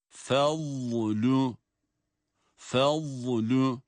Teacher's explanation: vad harfinin mahreç genişliği sebebiyle harfi çıkarırken, harfin sesinde, bakınız çıkış sesinde bir uzatma var. Aynı zamanda harfte sesin akmasını, nefesin akmasını sağlayan cehr sıfatı sebebiyle de ses burada, dikkat buyurun, ses nefes akıyor.